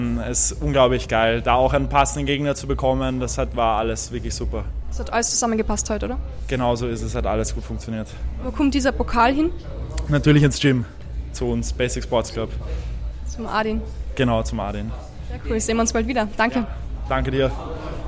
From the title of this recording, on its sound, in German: Live auf der Cage Fight Series in Wiener Neustadt